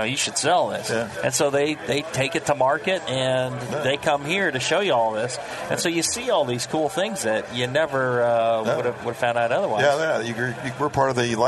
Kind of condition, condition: setting, busy venue